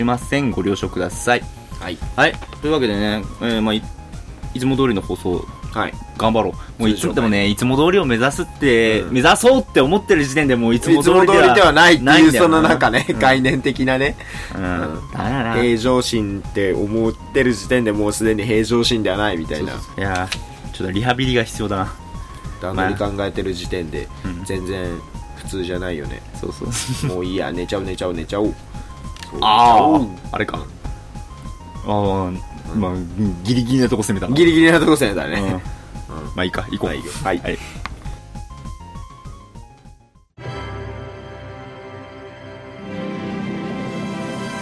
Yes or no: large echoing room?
no